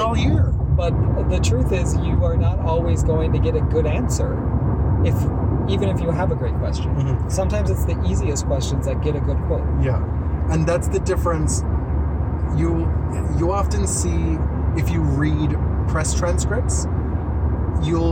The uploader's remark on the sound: We're recording in the car again